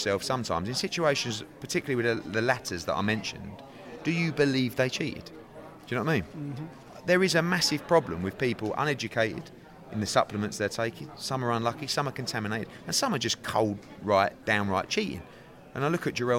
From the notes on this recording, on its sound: attended the Next Gen Press conference in Liverpool